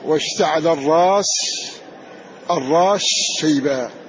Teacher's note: واشتعل الرأس شيبا أو واشتعل الراس، الراس الراس شيبا، الراس شيبا، واشتعل الراس شيبا، أدغمنا السين في الشين، أو واشتعل الرأس شيبا، فإن قرأت له بهذا جاز، وإن أدغمت واشتعل الراس الراس شيبا فتنطق بالشين فقط مدغمة فيها السين، فهذا جائز وهذا جائز عنه، لأن الناظم نبه عليه قال ومدغم له الرأس شيبا باختلاف، باختلاف توصلا، فقد ورد عنه خلاف في ذلك.